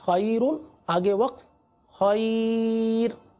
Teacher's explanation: اب ہم را کو ساکن کر دیں اور اس سے پہلے یا ساکنہ آ جائے تو را کو باریک پڑھتے ہیں